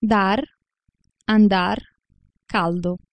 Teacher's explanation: Il fonema de si pronuncia come occlusivo de, come in italiano, dopo una pausa e dopo una consonante nasale o laterale.